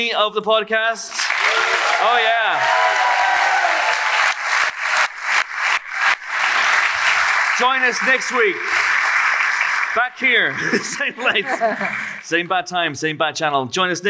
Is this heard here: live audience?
yes